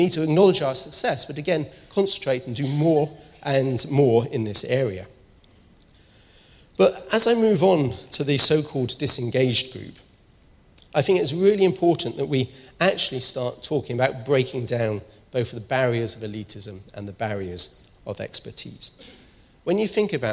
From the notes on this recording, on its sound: speaks at SRHE Annual Research Conference 2016